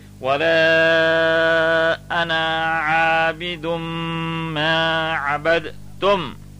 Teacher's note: Now here you have got a dal and you have got a te. The dal has got its qalqala, and yet it is joined with the te. So a particular pronunciation takes place.